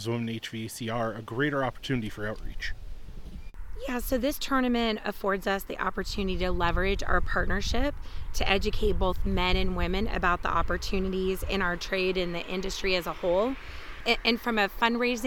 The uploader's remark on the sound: Live from Tee Off for the Trades Golf Tournament. We are live at the Angel Park Golf Course in Las Vegas.